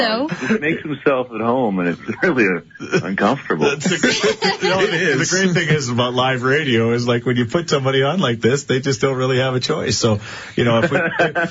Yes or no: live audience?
no